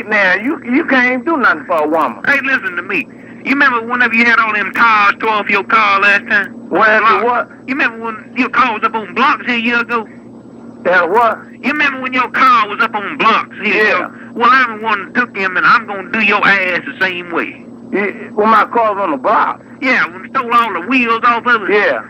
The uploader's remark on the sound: RBCP's Personal Prank Phone Calls Collection